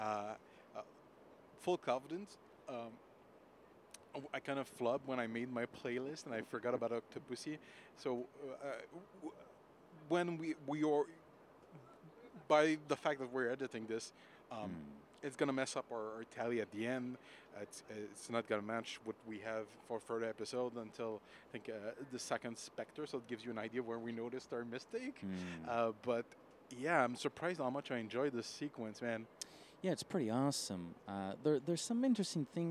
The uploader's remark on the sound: We recorded in the train on our way to Toronto for the Casino Royale in concert event.